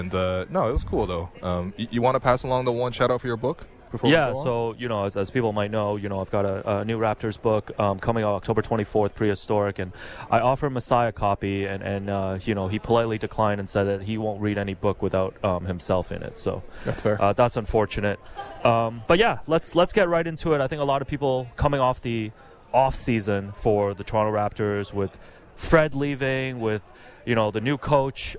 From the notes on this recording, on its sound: Live From Media Day. Live on location from media day.